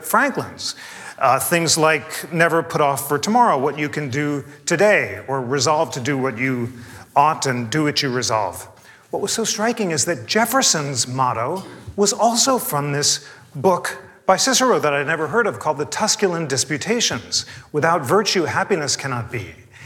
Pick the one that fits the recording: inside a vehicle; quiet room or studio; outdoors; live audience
live audience